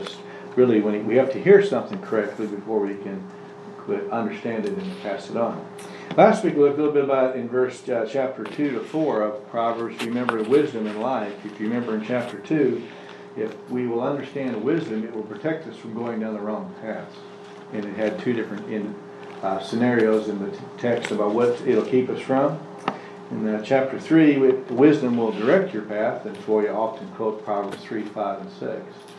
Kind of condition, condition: setting, large echoing room